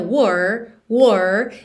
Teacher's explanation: Lembra sempre de começar pelo R enrolado